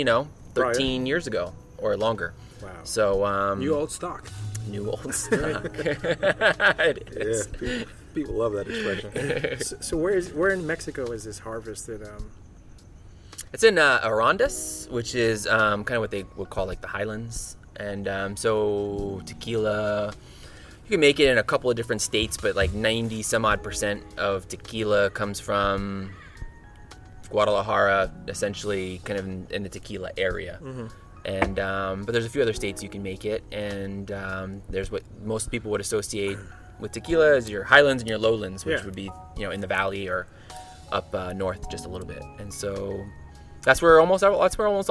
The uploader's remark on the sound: Outside of his SGV home. The nights light rippled off of his pool and the bottom of our glasses were always left wet.